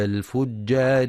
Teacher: وينتبه لغنة النون المشددة ولشدة الجيم في كلمة الفجار ولترقيق الراء وصلا